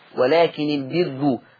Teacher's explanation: ورش هيقول البر فالراء بقت مضمومة ومرققة مع ترقيصة ولكن البر.